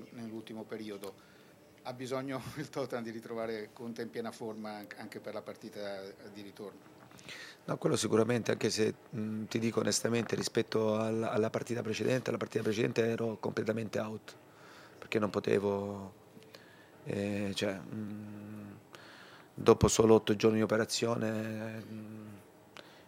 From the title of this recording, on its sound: PRESS CONFERENCE